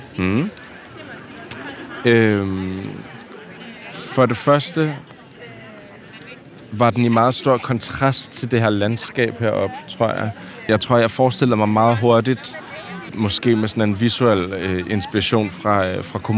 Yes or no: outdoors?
yes